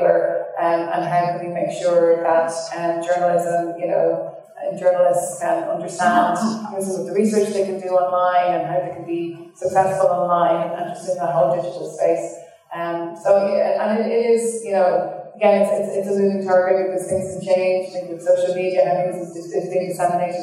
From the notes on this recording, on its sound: Apologies for audio quality